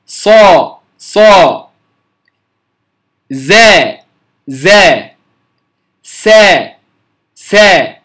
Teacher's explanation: نجد أن طرف اللسان يعني يعتبر بين الثنيتين العليين وبين الثنيتين السفليين، ولكن يميل قليلا إلى الثنيتين السفليين وليس لأطراف الثنايا العليا، واضح؟ · Term: أسلية